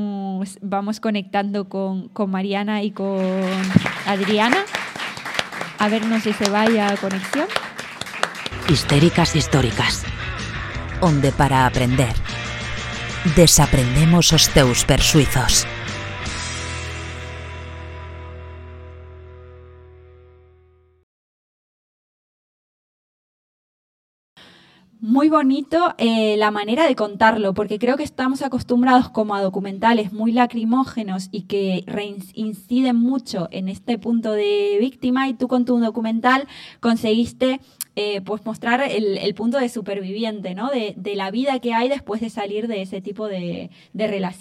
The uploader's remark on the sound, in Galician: O PROGRAMA GRÁVASE CON PÚBLICO PRESENTE OS MÉRCORES 20 HORAS NO CAFÉ UF (Rúa Pracer 19 VIGO).